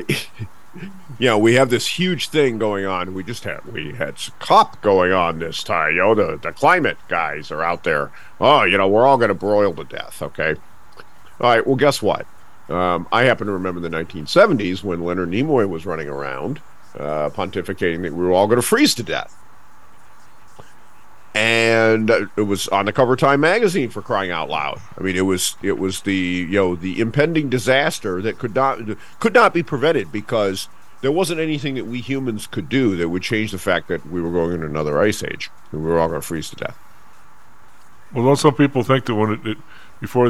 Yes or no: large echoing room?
no